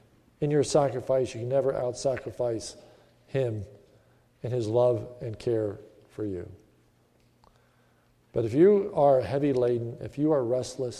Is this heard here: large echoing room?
yes